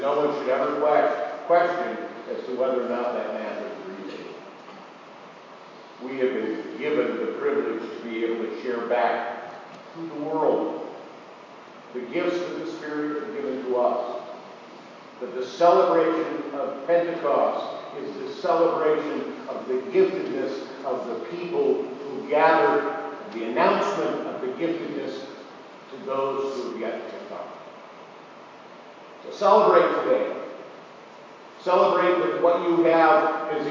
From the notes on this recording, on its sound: Apologies for poor audio qualify this week!